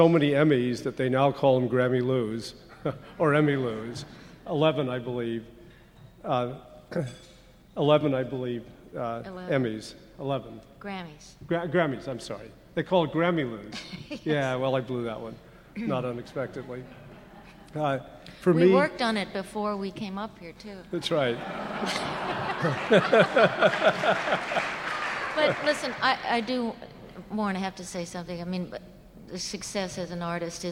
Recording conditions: busy venue